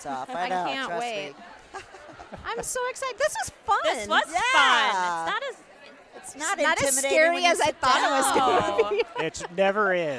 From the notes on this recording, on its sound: For the last three years, we have gone to the Ladies of the Mill Summit and recorded a ton of amazing females in our industry. We had our first opportunity to record ON-STAGE in front of a LIVE audience.